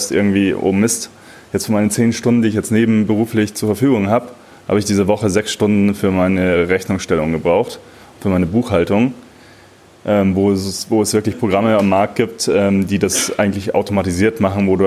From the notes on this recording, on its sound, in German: Mitschnitt des Panel Talks auf dem Sidepreneur Meetup am 25.06.19. Du hörst in dieser Folge einen Live Mitschnit t des Panel Talks auf dem Sidepreneur Meetup am 25.06.19 in München.